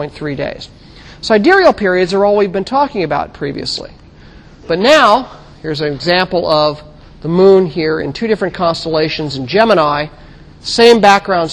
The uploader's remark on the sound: Recorded 2007 Sep 28 in 1000 McPherson Lab on the Columbus campus of The Ohio State University.